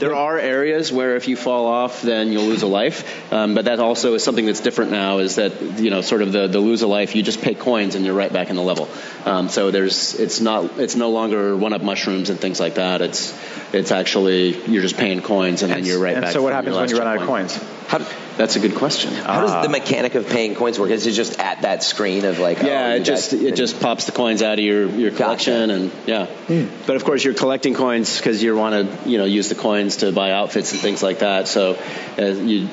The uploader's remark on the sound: A special segment of Nintendo Voice Chat was recorded at E3 2017!